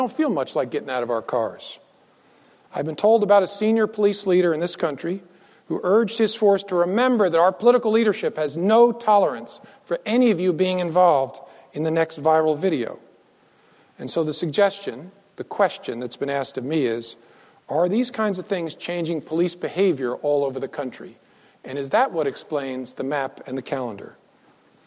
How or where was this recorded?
large echoing room